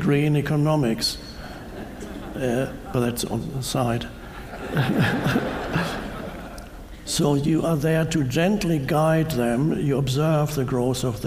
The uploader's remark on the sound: Answers questions from a live audience. A woman in the audience says she is interested in manifesting her purpose.